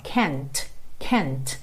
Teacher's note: Percebe como fica a ligação do T do can't com you? Porque esse can't, esse T, ele tem aquele arzinho que sobra, ó. Can't, can't.